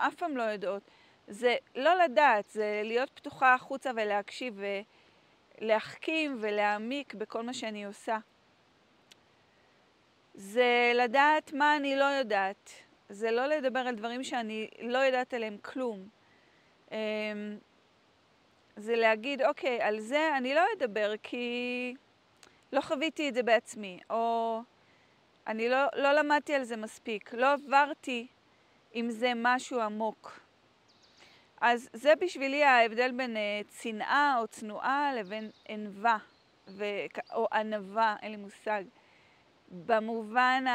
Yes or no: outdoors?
yes